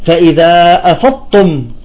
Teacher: قال تعالى فإذا أفضتم، بين الضاد والتاء، بعضهم يقول بيضغم الضاد مع التاء وبيخرج بحرف ثالث هو الطاء، يقول فإذا أفضتم، طالع لا الضاد بينت ولا التاء بينت، طلعت الطاء